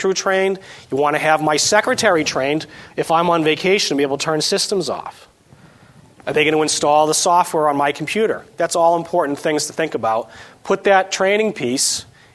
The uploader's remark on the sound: This edition of the SportsField Management Podcast is an excerpt from an STMA Conference presentation on the topic of smart irrigation.